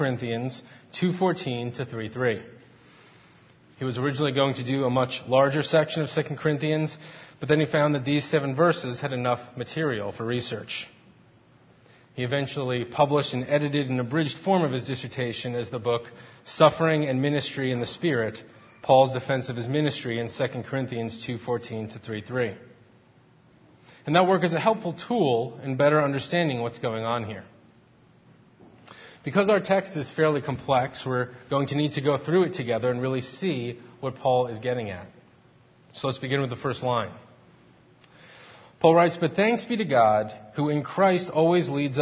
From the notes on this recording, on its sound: Faith Presbyterian Church – Morning Service